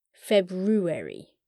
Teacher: It's pronounced weird, because many people don't sound out the first R. February. Some people do, and it's acceptable, but many don't.